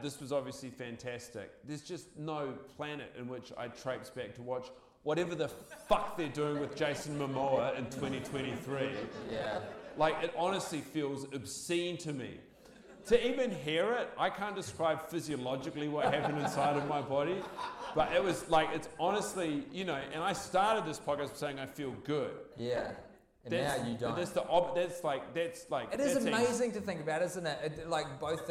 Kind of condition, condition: setting, live audience